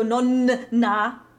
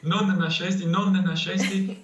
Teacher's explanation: So we don't separate the N's there. · Shown in: second take · We would never go non na. · Term: N doppia